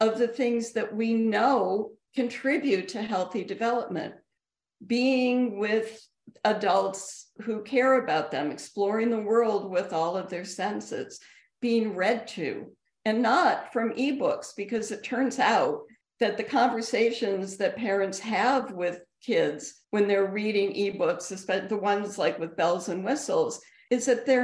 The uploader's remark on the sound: In a live Zoom event in conjunction with the American Museum of Tort Law